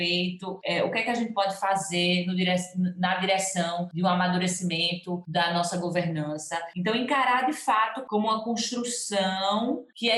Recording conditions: video call